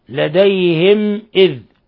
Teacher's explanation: ميم ساكنة جاء بعد حرف الذال الحكم التجويدي إظهار شفوي